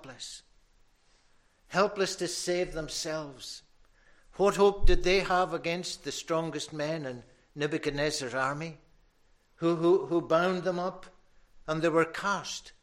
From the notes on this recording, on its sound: recorded at North Harris Free Church on Sunday morning 30th January 2022